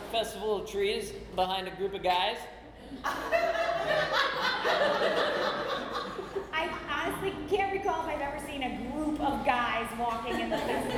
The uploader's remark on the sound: 2016 Oktoberfest (Live). Live, uncensored, and completely improvised episode recorded last year at our soon-to-be-annual Oktoberfest show.